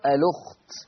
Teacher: فيقرأ بنقل الهمزة حركة الهمزة ويوديها لللام فتبقى اللام مضمومة · Term: النقل